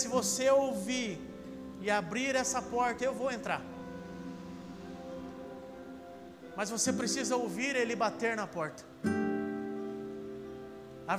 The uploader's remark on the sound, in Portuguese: Áudio do Culto de Domingo